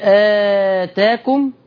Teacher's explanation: الألف اللي بعد الهمزة لا تقلل